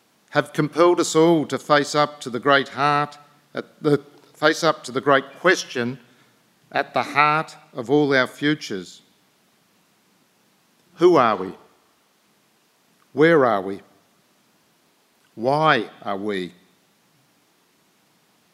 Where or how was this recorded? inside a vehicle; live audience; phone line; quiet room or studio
live audience